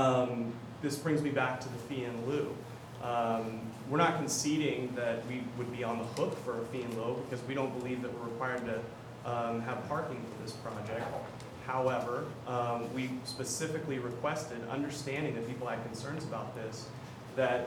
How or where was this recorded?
large echoing room